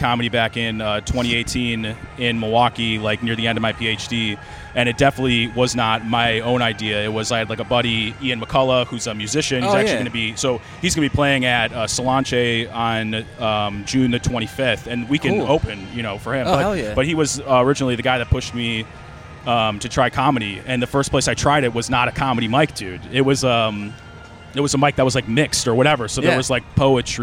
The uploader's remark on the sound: Recorded outside the comedy open mic at Max's Taphouse. On Saturdays in Baltimore.